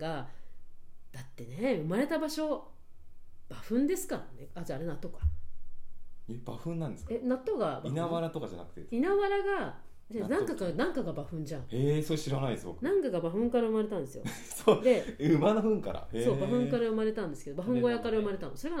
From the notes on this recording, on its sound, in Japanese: 今回マイクの設定がまずく、音が小さくなってしまいました。